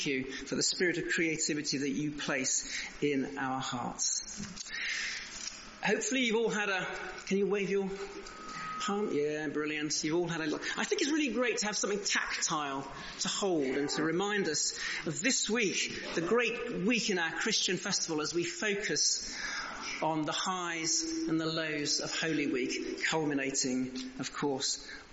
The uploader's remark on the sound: Recorded at the 10:30 service on Sunday 2nd April 2023 at St Andrew’s Church, Malvern.